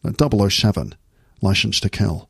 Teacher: Just push them out slightly. And then every S sound becomes a sh sound · Term: Sean Connery accent